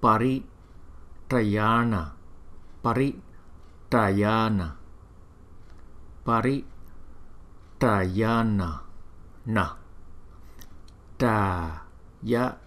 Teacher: Có chữ N có dấu chấm ở dưới, chúng ta phải đọc là từ trong cuốn họng chúng ta đọc ra, cũng giống như là chúng ta đọc từ trong cái âm vọng từ trong cuốn họng á.